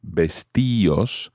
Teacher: The only other thing to mention here is when you have an IR verb in the reflexive form, for example, vestirse, then the same thing happens. The D comes off and you have vestíos.